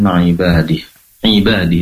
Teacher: Ibadihi di sini ain, yaitu pastikan keluarnya dari tenggorokan bagian tengah